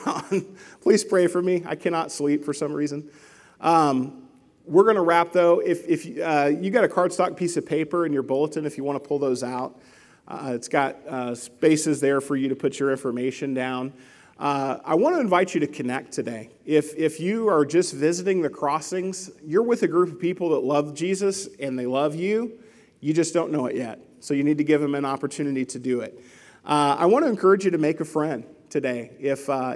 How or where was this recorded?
large echoing room